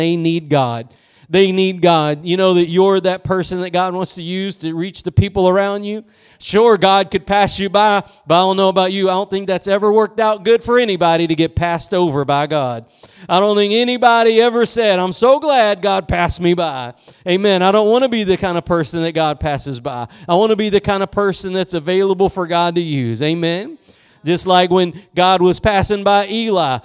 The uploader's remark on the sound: Preached at Gospel Lighthouse in Bossier City, La.